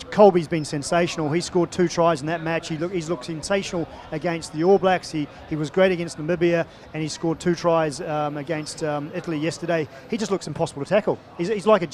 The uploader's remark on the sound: From our spiritual home Barasti